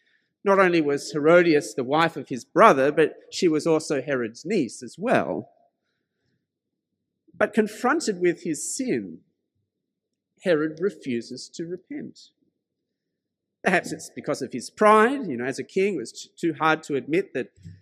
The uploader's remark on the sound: This sermon was preached at St George's Church, Penang on 12th December 2021.